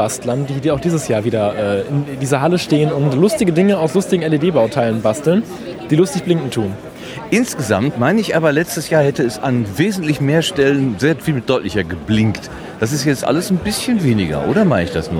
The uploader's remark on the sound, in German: RMN033 #32C3 Rundgang. Treppauf, treppab.